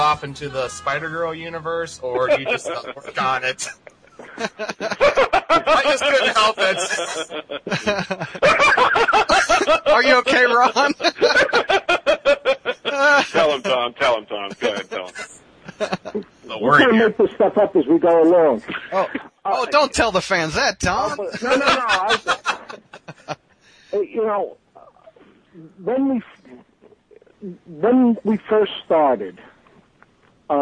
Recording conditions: phone line